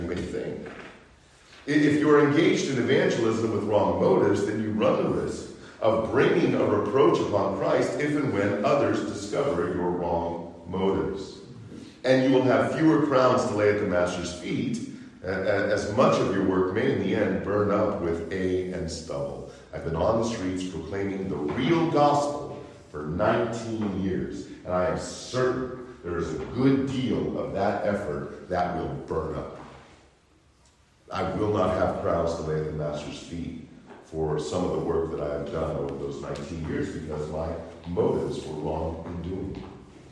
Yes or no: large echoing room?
yes